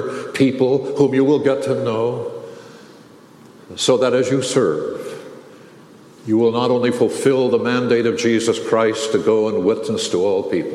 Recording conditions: large echoing room